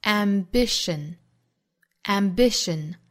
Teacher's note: 重读在第二个音节的 da da, ambition,后面再加的 s 呢读浊辅音,ambitions, ambitions,前半句,success is no longer about our